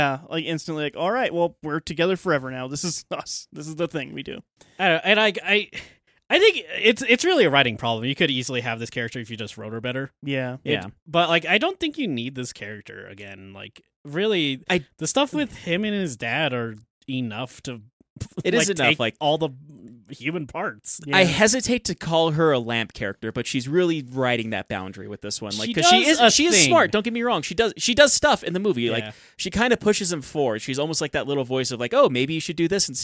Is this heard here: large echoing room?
no